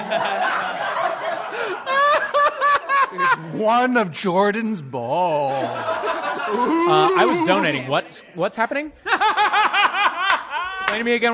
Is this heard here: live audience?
yes